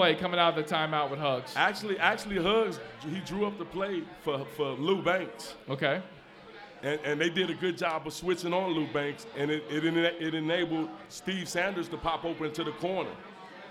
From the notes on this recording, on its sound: LIVE at Mio’s.